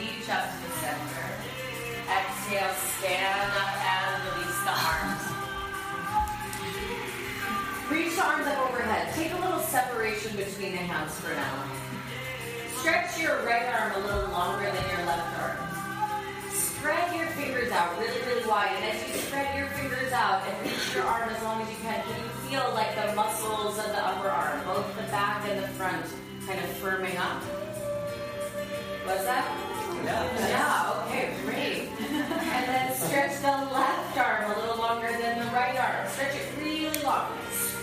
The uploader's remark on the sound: This class was recorded at Ananda Ashram in Monroe NY.